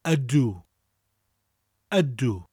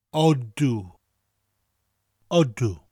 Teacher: in parts of South Wales you will hear the word pronounced not as ydw, but as odw, with an O sound · Shown in: second take